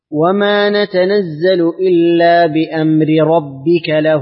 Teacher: إتمام حركة الراء بأمري ومع المكسورة، ثم إتمام حركة الراء المفتوحة في قوله ربك · Term: إتمام الحركة